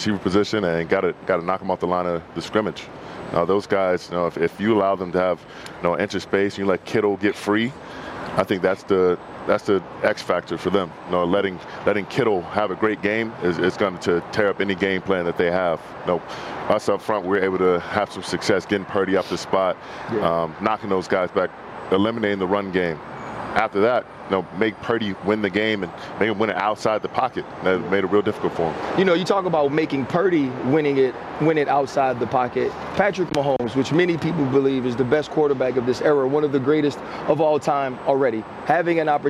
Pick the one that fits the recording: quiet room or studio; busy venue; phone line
busy venue